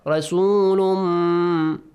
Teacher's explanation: idgham with gunna, rasulum, extend the sound, two counts, and nasal sound.